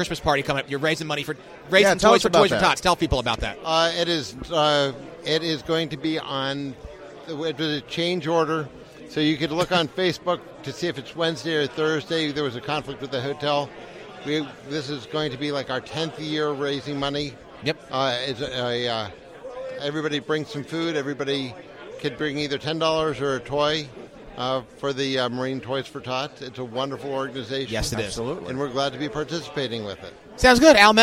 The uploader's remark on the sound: Red Maryland Radio Special from the 2018 MDGOP Fall Convention. Includes additional content not included in the Red Maryland live video feed of the event!